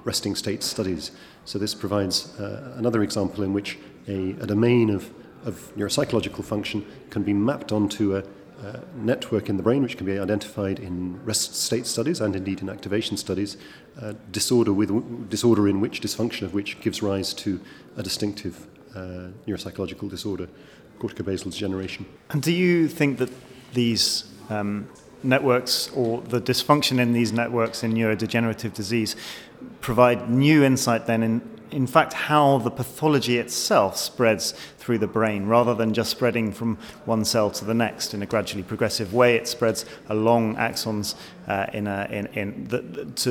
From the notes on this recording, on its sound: This podcast was recorded at the 2015 BNPA AGM.